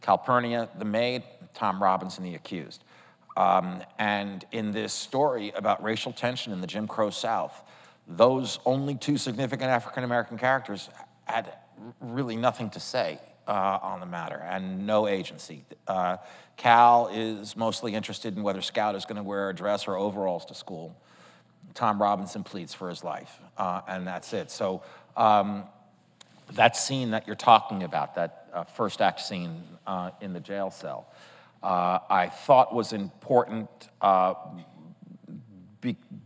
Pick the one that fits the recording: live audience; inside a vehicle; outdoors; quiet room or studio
live audience